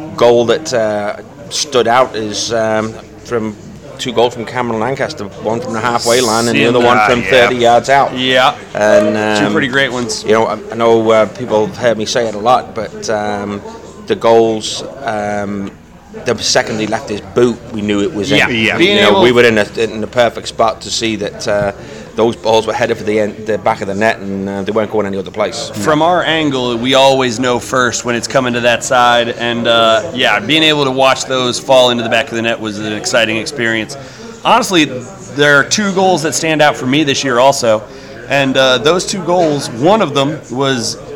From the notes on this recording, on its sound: In The House was LIVE from Oxmoor Toyota with a plethora of special playoff guests.